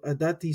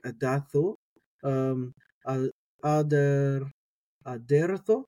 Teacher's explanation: I don't pronounce my tavs as ths. I just pronounce them the same way as tet. · Shown in: first take